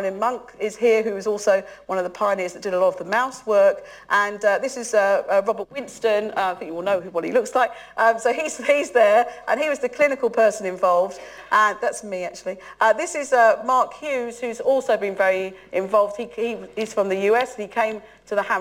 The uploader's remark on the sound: UCL Lunch Hour Lecture